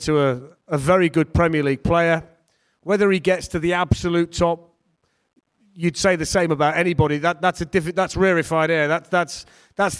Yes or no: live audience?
yes